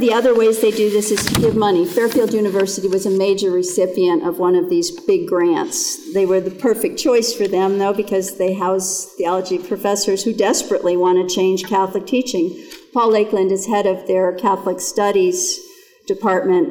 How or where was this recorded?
live audience